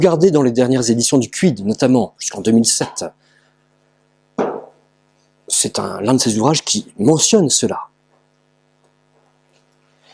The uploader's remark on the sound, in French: Conférence réalisée par Academia Christiana lors du colloque «Reconquérir les esprits et les coeurs» en aout 2017 à Sées - Normandie